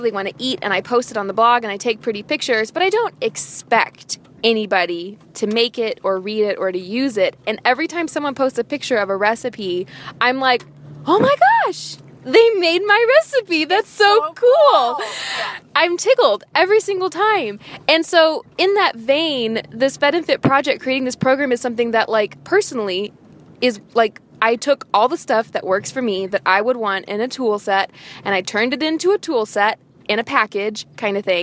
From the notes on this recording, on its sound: Wait, you’re in my car right now?